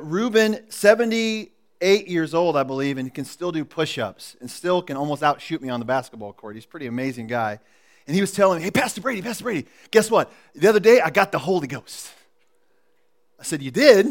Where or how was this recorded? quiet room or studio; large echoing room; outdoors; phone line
large echoing room